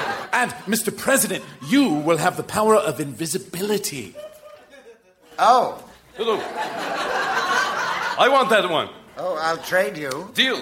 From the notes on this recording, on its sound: Recorded Live 10/13/2012 at Largo, Los Angeles.